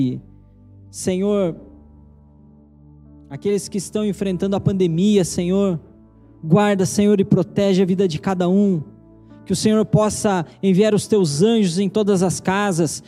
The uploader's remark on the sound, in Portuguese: Pregação transmitida ao vivo